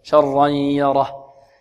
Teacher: الياء مرقة والراء مفخمة والها مرققة